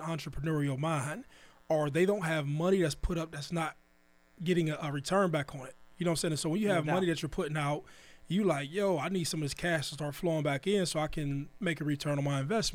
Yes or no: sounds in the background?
no